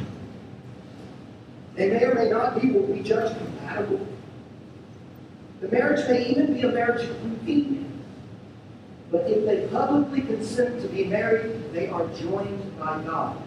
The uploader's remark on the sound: We're sorry for the poor sound quality of this recording.